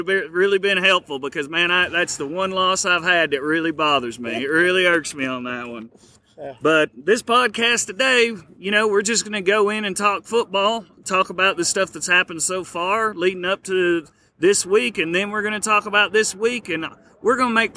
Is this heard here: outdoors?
yes